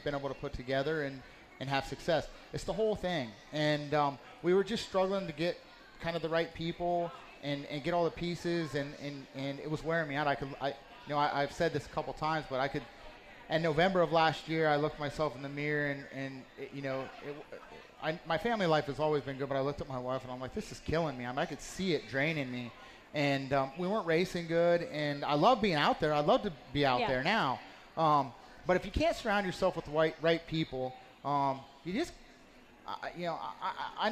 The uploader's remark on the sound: Winged Nation Live from the 59th Annual Knoxville Nationals. It is Night 1 of the Knoxville Nationals and Winged Nation is there LIVE!